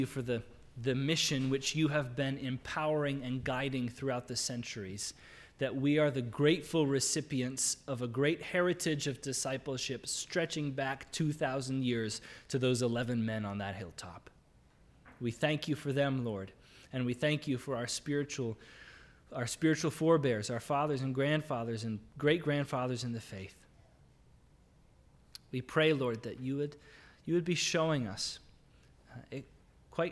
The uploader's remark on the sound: This is the audio from the entire service.